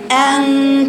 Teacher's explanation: ارتفاع أقصى اللسان كأن الغنة هنا إيه مفخمة